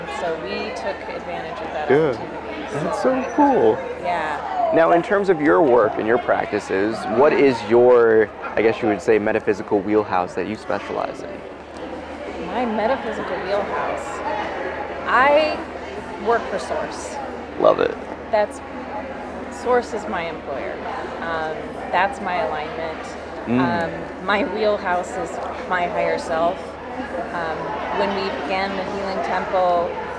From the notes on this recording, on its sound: We continue our chat with some very interesting vendors at the Emerald Spiral Expo in Kent, Washington.